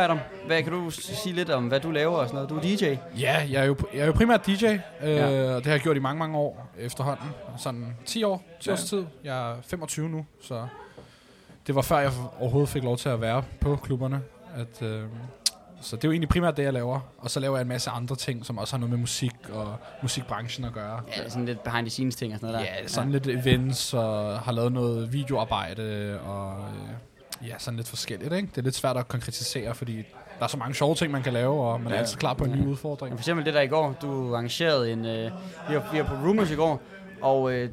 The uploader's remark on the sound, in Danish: Live Fra Guldgrillen!